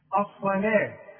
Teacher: الصاد مفخمة، اللام دائما أنا قلت لك مرققة